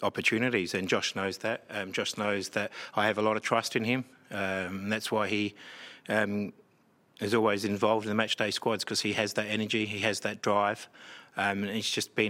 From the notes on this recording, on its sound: Post-match press conference. Following his side's 3-2 win against Western united in Round 16 of the Isuzu UTE A-League 2022/23 season.